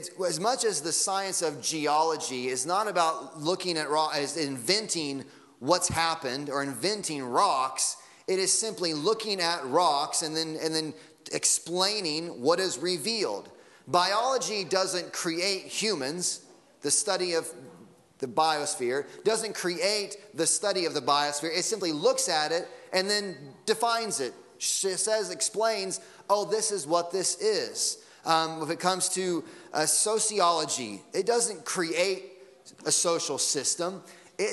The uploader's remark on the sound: Sunday Morning Sermon Audio.